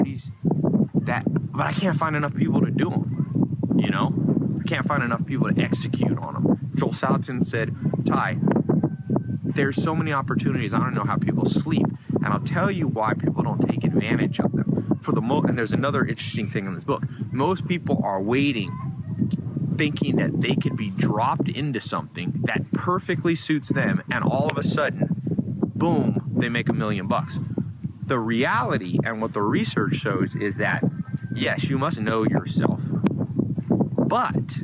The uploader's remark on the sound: recorded a video for you out in the snow by the chickens and pigs